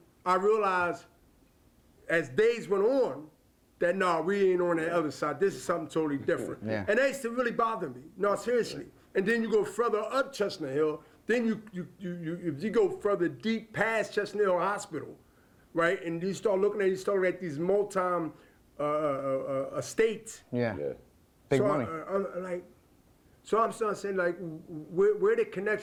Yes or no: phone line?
no